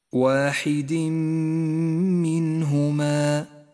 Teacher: التنوين وبعده حرف الميم إدغام بغنة